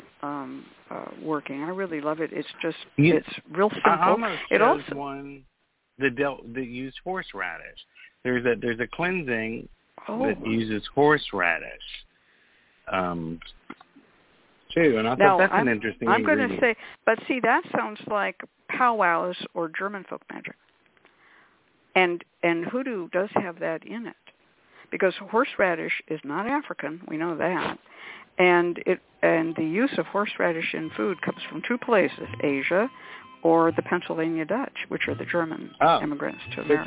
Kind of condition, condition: link, phone line